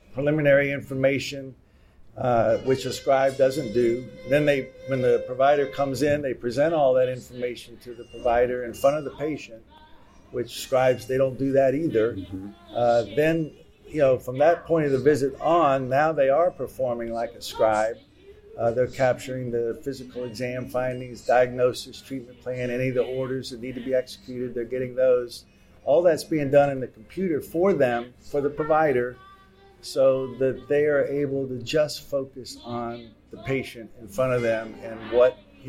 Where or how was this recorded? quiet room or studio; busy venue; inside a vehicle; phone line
busy venue